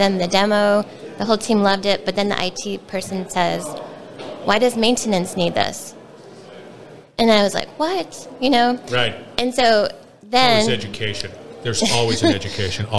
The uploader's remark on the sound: we're onsite at the 30th Annual SMRP conference